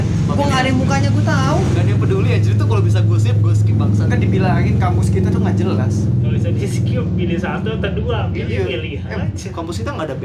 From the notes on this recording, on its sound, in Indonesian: Rekaman di sekitar lokasi demo (Palmerah). Ngerekam dari lokasi sekitar area demo biar greget.